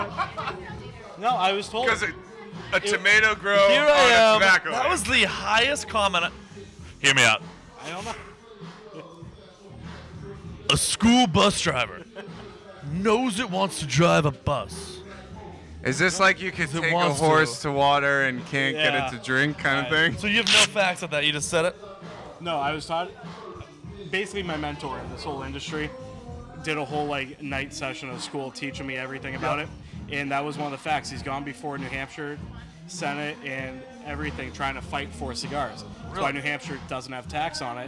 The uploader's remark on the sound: LIVE at The Greatest Bar in Boston, MA